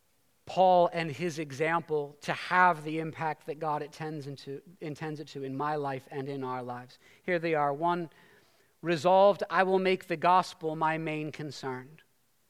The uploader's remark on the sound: preached this sermon at Covenant Fellowship Church on March 12, 2023.